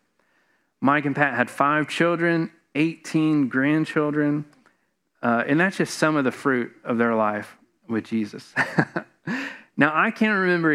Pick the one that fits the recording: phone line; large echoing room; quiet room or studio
large echoing room